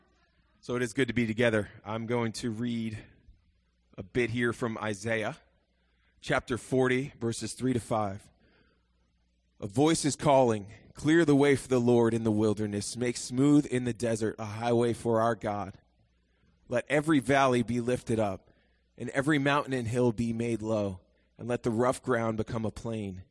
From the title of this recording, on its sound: Morning Worship (complete service)